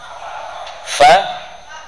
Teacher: Bibir bawah dengan gigi seri atas.